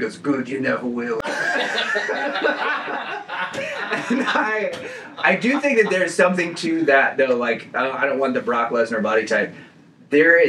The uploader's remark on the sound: Forgot to plug in their mics so the audio quality is questionable.